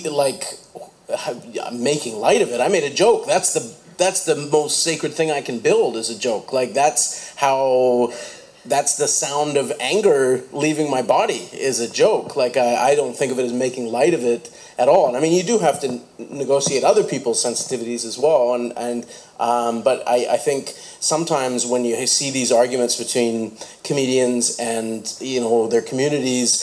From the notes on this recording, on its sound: The Friday podcast from the 2016 Sunshine Coast Festival of the Written Arts